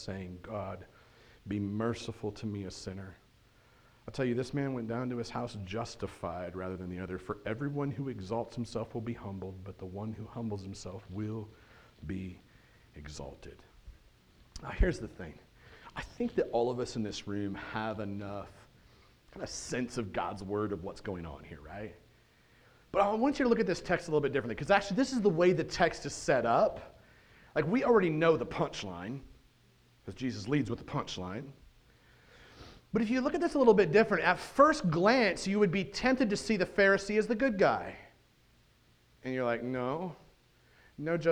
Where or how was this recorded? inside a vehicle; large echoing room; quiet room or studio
large echoing room